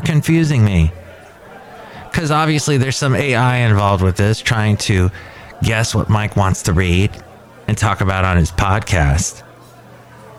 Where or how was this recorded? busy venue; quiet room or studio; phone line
busy venue